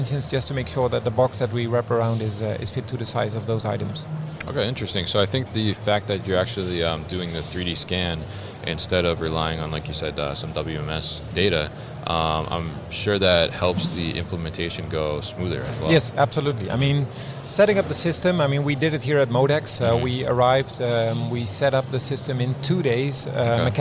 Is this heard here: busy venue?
yes